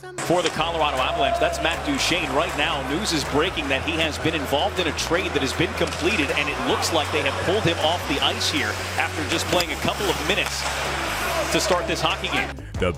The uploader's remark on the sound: The boys are up at Total Beverage in Thornton